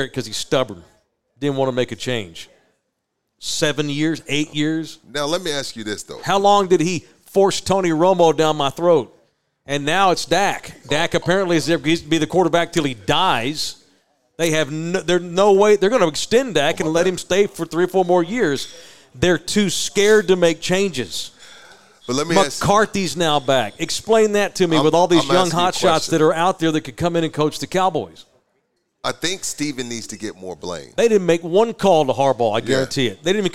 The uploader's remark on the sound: Live at Texas Cheer Liquor